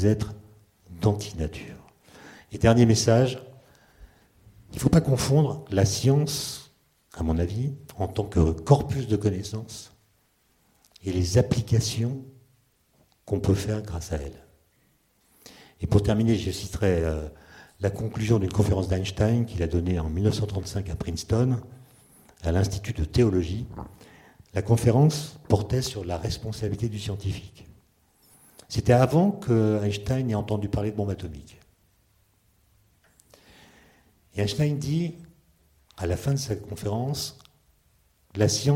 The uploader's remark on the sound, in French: lors d'une conférence inédite